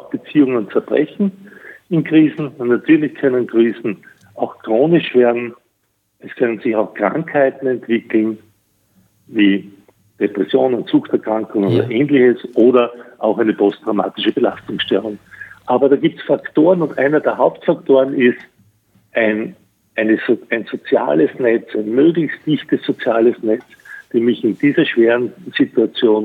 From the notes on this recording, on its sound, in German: In einem Telefoninterview.